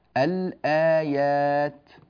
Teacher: الهمزة مثل كلمة الآيات، الآيات لاحظوا أننا أظهرنا اللام فقلنا الآيات